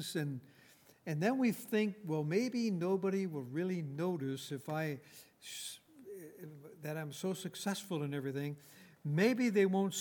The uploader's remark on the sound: At Grace Bible Fellowship in Front Royal, VA.